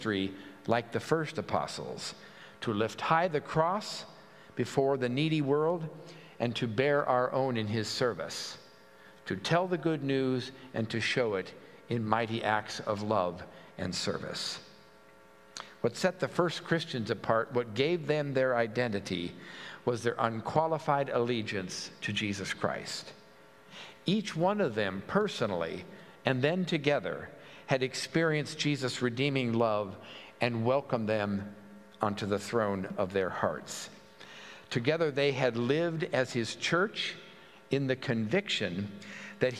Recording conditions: large echoing room